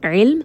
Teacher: ayn is going to be from the middle of the throat. Lam has tawassut, mim has tawassut.